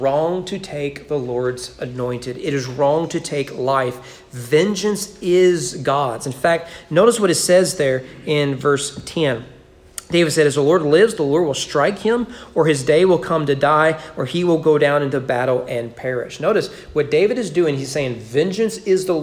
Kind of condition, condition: setting, large echoing room